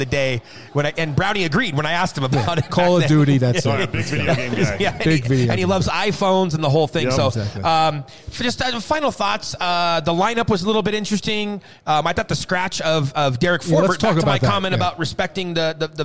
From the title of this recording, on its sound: Kings Of The Podcast LIVE from Colorado Springs